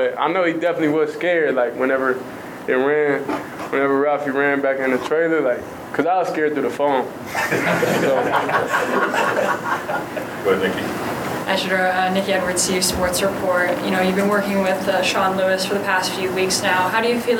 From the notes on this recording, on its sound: fielded questions from the media in a press conference setting